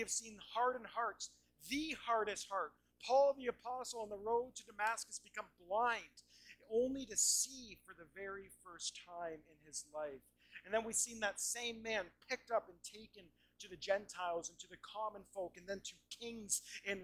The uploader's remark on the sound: We do apologize for this week's audio quality!